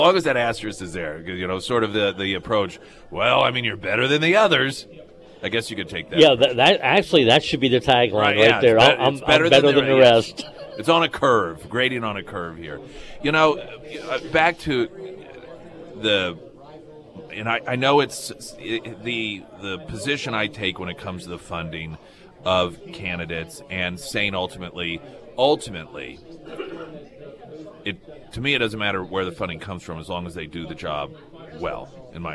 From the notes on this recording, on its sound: live at Scramblers Diner